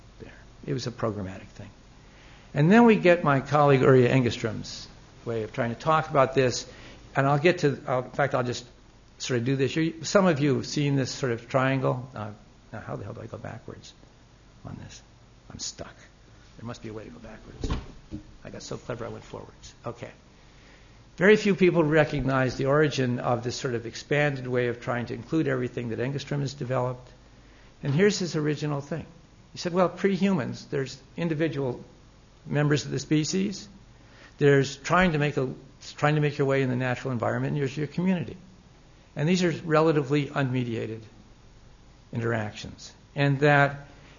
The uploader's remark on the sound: Recorded on 16 May 2007 at Old Theatre, Old Building